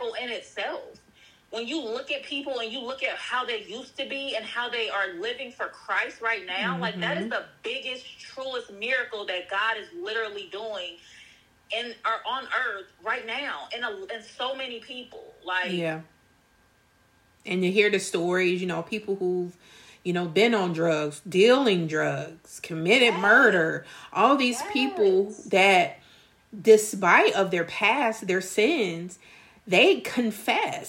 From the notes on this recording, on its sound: This candid conversation was recorded over a call